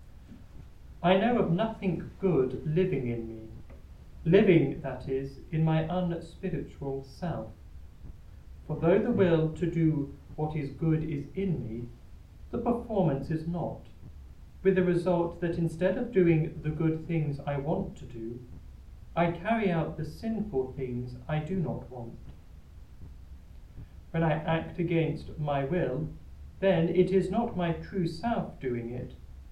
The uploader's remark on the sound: Recorded live at Southgate House on 27 October 2023.